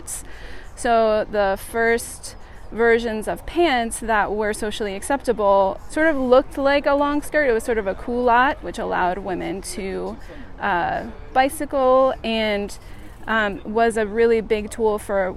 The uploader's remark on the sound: After their group #Coffee Outside Tucson ride. The show is being recorded from Sweetwater Preserve—an amazing place to ride your bike (via The Loop multiuse path).